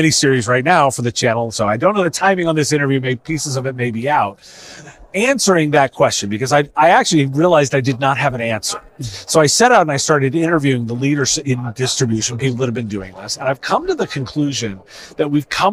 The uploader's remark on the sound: This was recorded at IT Nation Connect 2023.